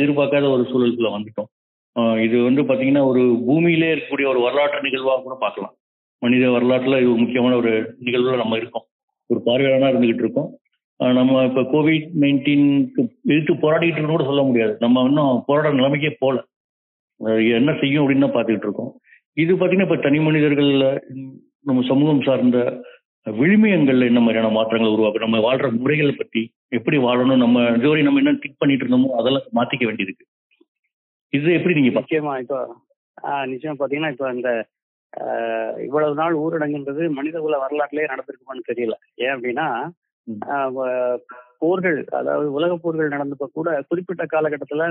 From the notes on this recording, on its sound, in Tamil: ஓர் தொலைபேசி நேர்காணல். ஒரு தொலைபேசி நேர்காணல்.